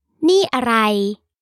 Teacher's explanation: ni, with a falling tone, is the pronoun this. It stands alone, and is followed by the question word, arai, which means what.